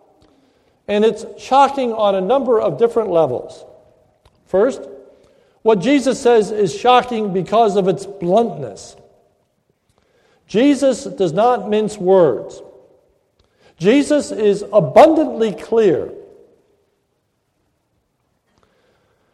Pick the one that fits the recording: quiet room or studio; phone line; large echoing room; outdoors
large echoing room